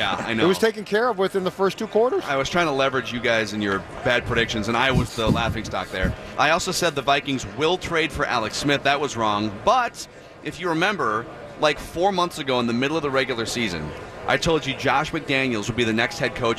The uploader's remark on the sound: Live from Radio Row all week.